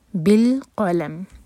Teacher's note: لام ساکن پر جھٹکا نہ ہو اور قاف ہیوی، لام لائٹ. قلم نہیں قلم، بالقلم.